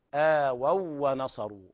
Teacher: أما إذا وصلنا الواوين فيكون هناك إدغام الواو الأولى في الثانية، آووا ونصروا بالتشديد طبعا، إدغام كامل بغير غنة.